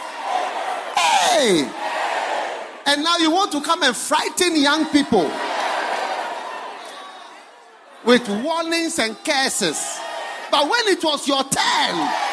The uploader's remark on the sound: Preached at the First Love Watchnight Service.